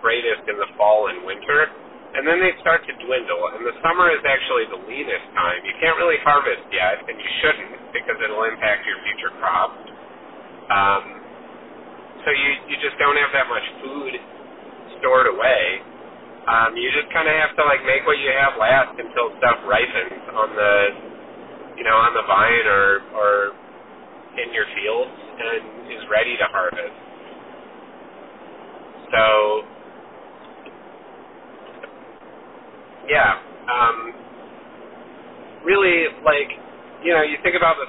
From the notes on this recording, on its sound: Super sorry for the potato audio quality on this one!! I accidentally recorded through my car speaker. Just imagine we're on a phone call.